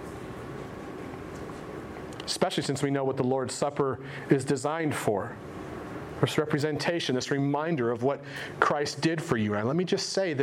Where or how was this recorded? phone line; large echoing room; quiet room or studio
large echoing room